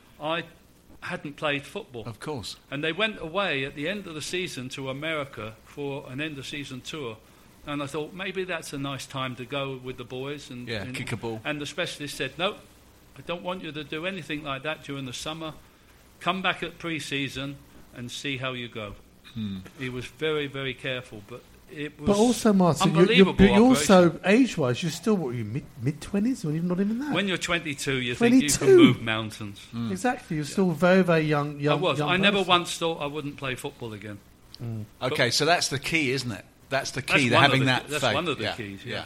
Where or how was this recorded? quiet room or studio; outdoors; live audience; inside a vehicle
live audience